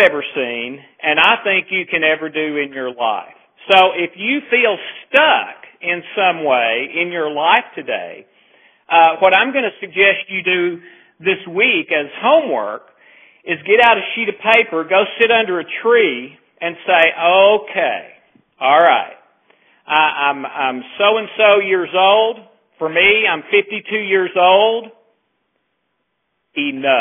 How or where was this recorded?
phone line